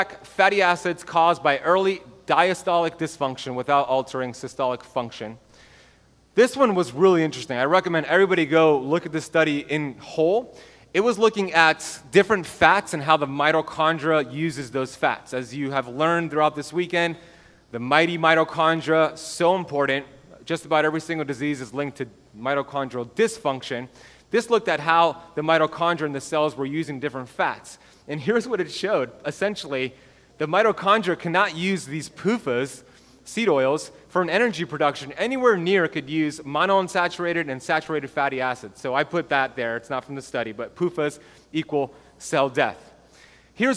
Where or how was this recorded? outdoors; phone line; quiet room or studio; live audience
live audience